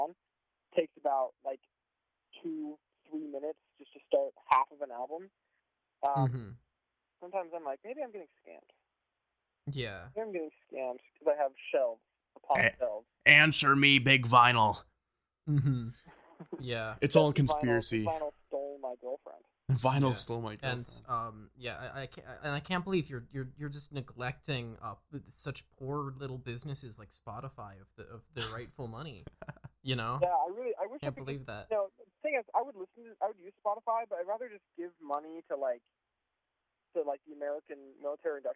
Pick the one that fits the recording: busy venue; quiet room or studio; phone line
phone line